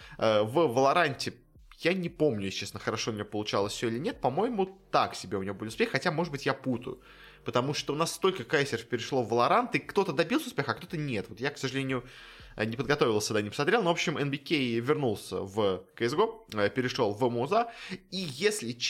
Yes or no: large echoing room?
no